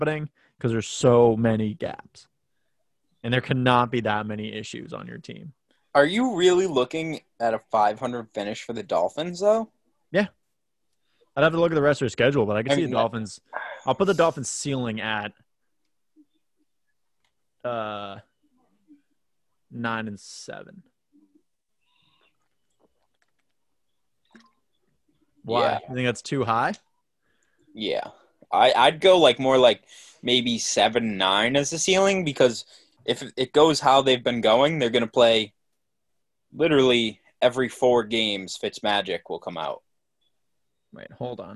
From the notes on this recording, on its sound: fight all distractions and bad WiFi